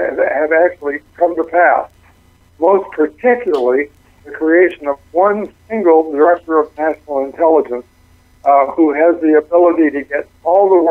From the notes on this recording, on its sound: calls